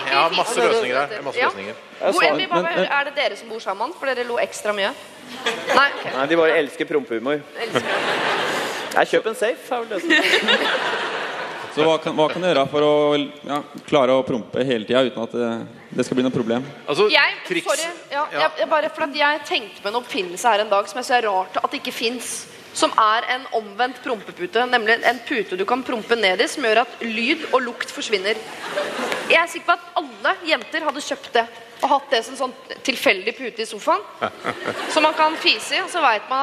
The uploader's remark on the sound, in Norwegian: Bonuspodcast: Live fra Ås